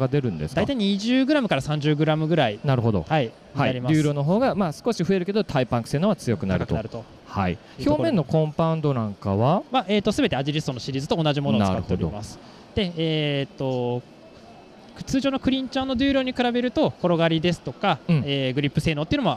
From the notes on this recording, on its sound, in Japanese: サイクルモードTOKYO2023特集。初の突撃ブース訪問 音で楽しむサイクルモード。収録地：東京ビッグサイト サイクルモード東京2023 会場内。